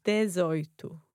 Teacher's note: so it's des and oito with nothing in between